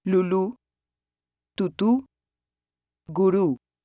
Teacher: Pronounced like the U in rule, but short and tense.